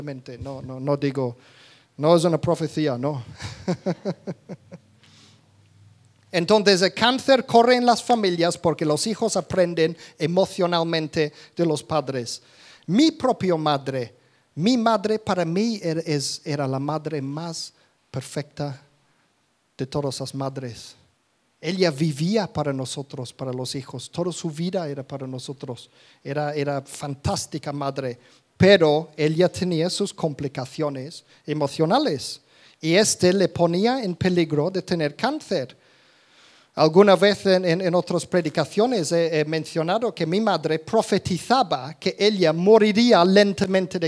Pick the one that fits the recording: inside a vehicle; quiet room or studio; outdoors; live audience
live audience